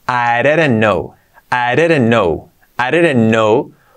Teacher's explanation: I didn't, I didn't, I didn't. Y la T, de didn't, la omitimos.